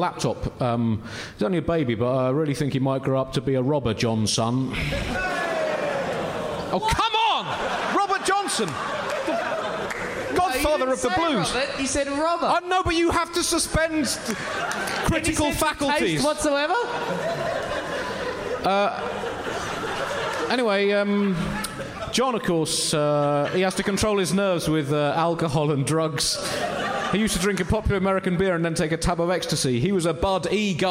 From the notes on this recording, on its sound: Recorded live at New Town Theatre in Edinburgh.